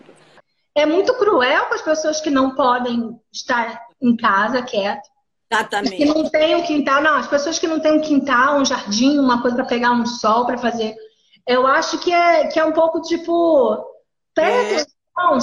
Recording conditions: video call